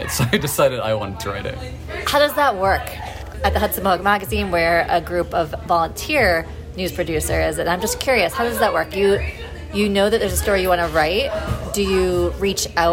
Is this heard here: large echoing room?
no